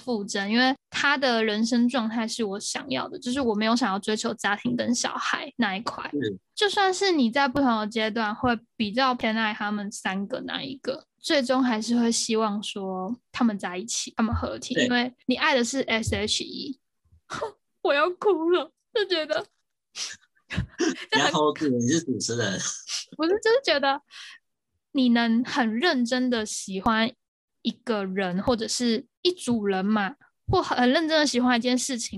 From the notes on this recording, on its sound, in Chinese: 遠端錄音敬請見諒